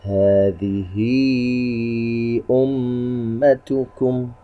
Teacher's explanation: طيب، عندنا كسرة على الهاء الثانية من كلمة هذه، ما قبلها متحرك بالكسر وهو حرف الذال، وما بعدها همزة قطع. إذن مد صلة كبرى يمد بمقدار 4 حركات